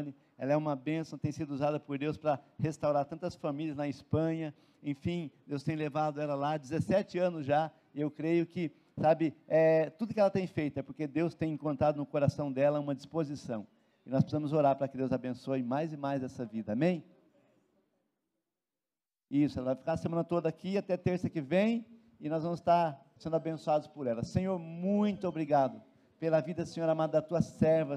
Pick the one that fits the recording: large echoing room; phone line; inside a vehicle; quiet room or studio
large echoing room